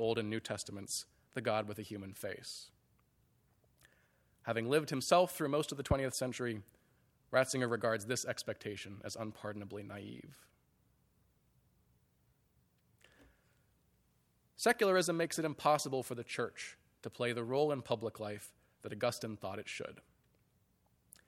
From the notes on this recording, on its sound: Audio recording of a lecture. As part of the Formal Lecture Series.